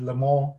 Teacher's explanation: the French pronunciation means you don't really pronounce the S, so it is Le Mans.